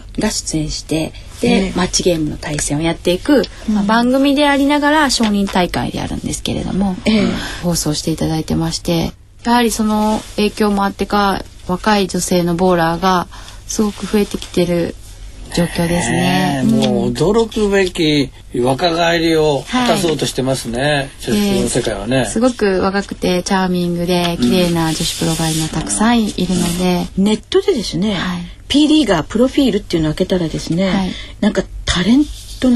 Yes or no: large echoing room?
no